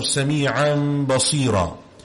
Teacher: if you have a Noon Sakina or you have a Tanween and after it there is a Ba, you change it to a gentle Meem sound. You make a Ghunna with a gentle Meem sound and then you pronounce the Ba. · Term: Iqlab